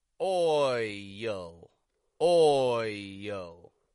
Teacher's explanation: when oi precedes a dark L, we release that y, y, to make a seamless connection between our sounds.